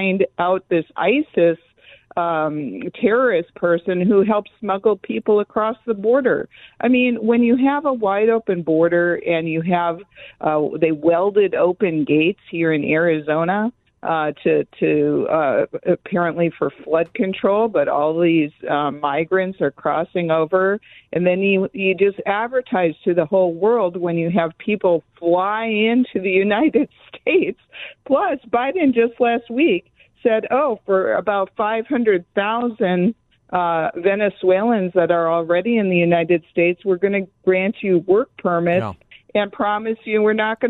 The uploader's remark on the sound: joins the show by phone